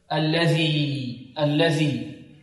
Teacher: هكذا من طرف اللسان مع أطراف الثنايا العليا · Term: الذال